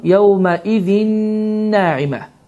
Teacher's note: Və dediyim kimi, iki hərəkə miqdarında, yəni iki hərəkə, baxın, yəvmə izin nə'imə. Bu formada uzadılır və səs ğunnə ilə burundan tələffüz olunur.